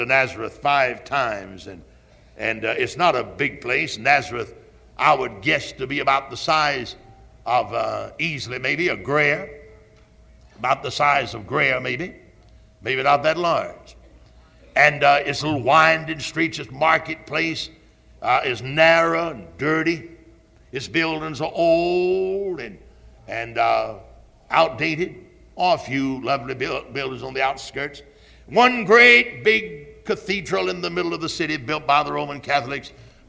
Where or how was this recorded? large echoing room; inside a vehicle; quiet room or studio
large echoing room